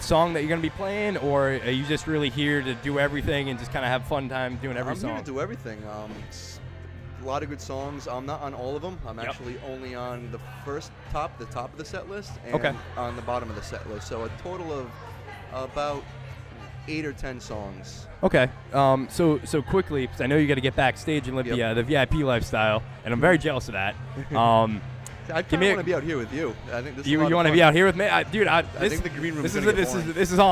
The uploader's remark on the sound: Country Fest Newport LIVE Broadcast. LIVE from Newport's FIRST EVER Country Fest!!!